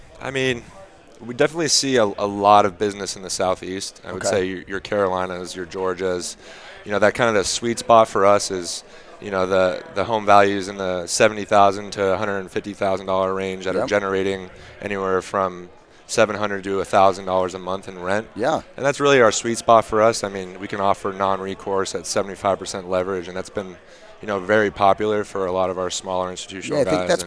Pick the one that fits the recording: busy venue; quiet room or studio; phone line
busy venue